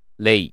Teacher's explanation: これは母音の前の L なので、明るい L で